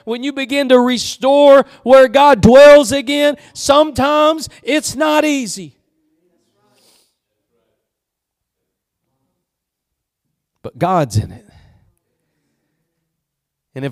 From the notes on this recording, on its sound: Preached at Gospel Lighthouse in Bossier City, La.